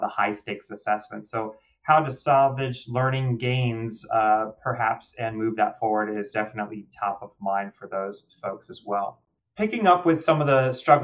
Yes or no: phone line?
no